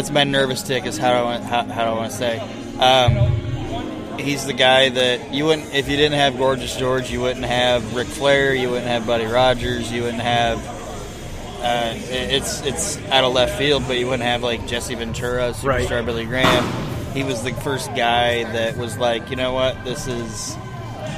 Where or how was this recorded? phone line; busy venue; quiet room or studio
busy venue